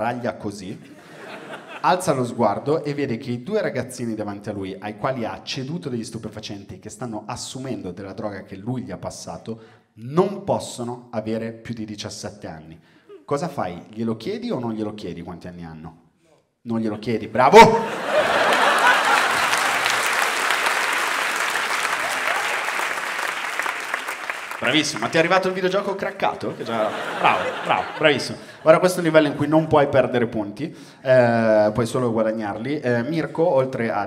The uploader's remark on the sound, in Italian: Registrato a Firenze al Teatro Puccini.